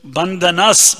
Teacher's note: That visarga is pronounced S because the next letter is S.